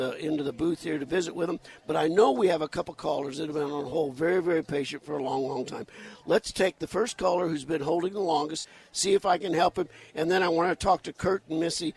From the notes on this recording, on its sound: On location at Tucson Festival Of Books.